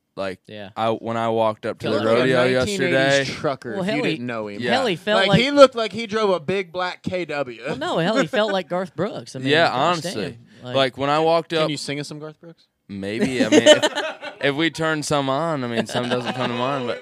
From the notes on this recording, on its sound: This is the first podcast recorded at a rodeo. Coming to you from Benton Rodeo.